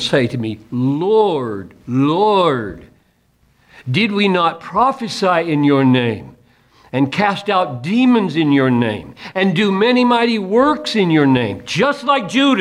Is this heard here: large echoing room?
yes